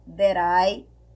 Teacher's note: o T vai ficar com som de R e a gente vai unir ali